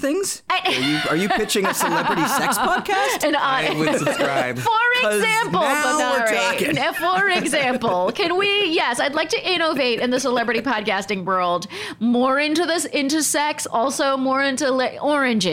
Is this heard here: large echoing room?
no